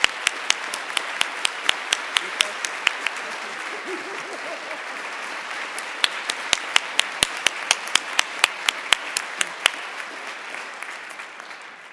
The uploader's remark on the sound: the audience at Princeton University's annual King Day ceremony